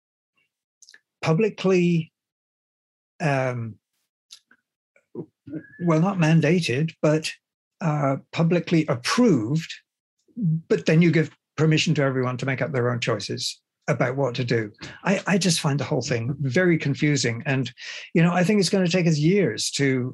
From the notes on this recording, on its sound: The seminar took place over Zoom